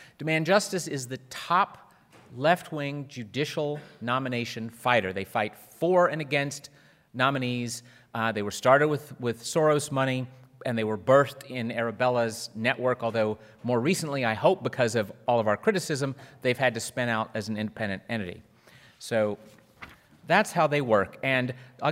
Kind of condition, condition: setting, live audience